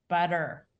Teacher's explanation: If I say, you want some butter, that identifies you as an American speaker because it's called a flap. That T that's pronounced like a D between a stressed and unstressed syllable is something that only developed in the United States after most of the colonists had settled here.